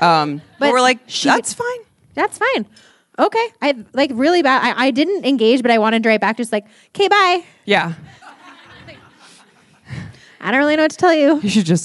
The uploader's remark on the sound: This episode was a blast to record in front of a live audience at The Alamo Drafthouse in Denver.